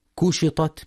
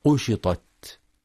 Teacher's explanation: وينتبه لترقيق الكاف فلا يقرأ كشطت بالقاف قشطت · Shown in: first take